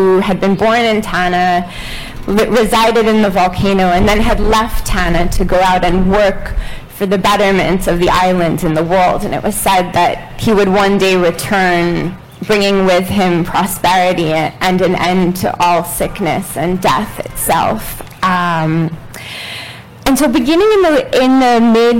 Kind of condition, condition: setting, live audience